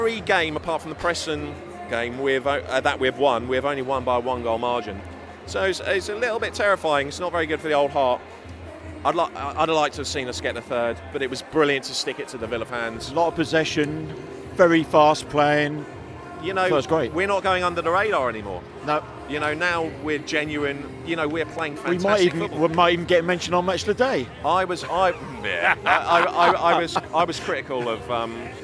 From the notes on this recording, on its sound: Live from the Villa game